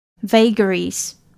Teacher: 注意这边的 A 是发 A 的音，所以 vagaries 重音在前面这个音节